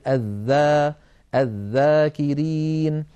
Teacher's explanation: والذال حرف مستفل، لأنها ليست من حروف خص ضغط قض فلا استعلاء ولا تفخيم في الذال